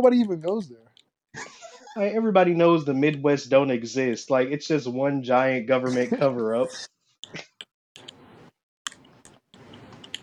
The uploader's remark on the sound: I'm using a headset mic and this is my first podcast.